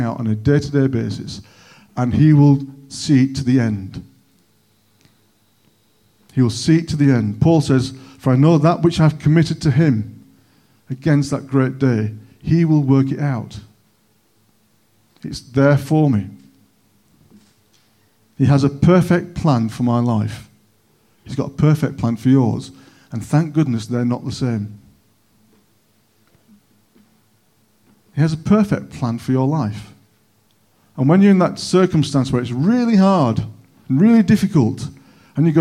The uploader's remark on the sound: On 21st November 2021 at King's Church, Cockermouth. At King's Church, Cockermouth, as an audio file.